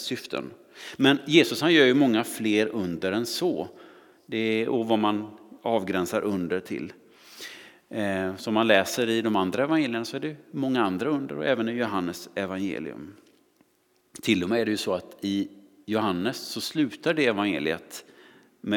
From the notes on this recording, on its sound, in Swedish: Inspelning från Immanuelskyrkan Skövde.